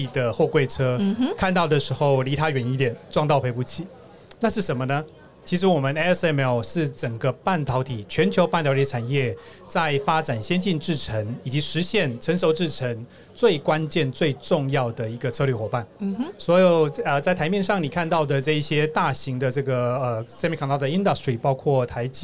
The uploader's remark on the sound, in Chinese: VISION 2022 臺大校園徵才博覽會-Live Podcast